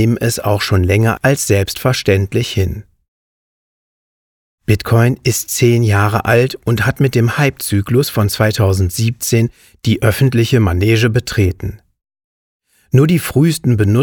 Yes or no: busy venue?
no